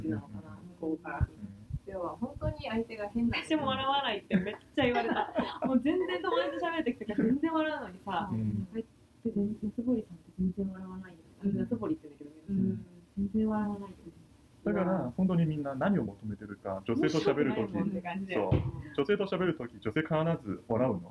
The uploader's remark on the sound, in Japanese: オーディオの音質が機材の制限により、あまり良くなくてすみません！